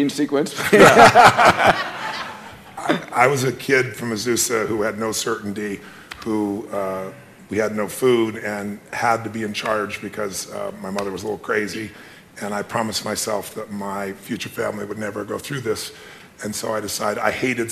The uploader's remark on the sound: Special Podcast, Live From The Genius Network